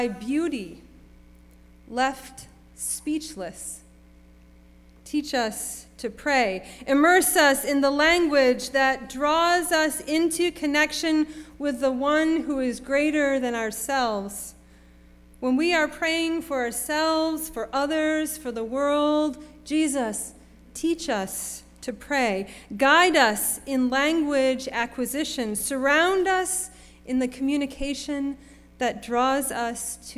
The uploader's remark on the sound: Sermon preached at RCHP on February 26, 2023.